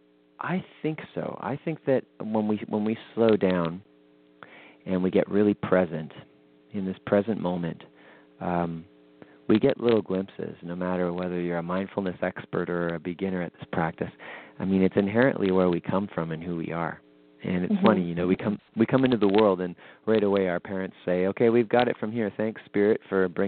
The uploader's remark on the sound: weekly call in show